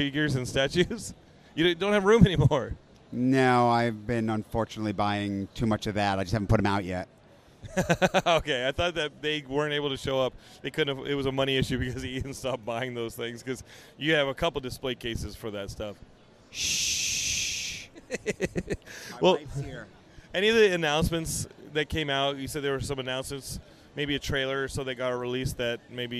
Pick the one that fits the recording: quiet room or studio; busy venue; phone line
busy venue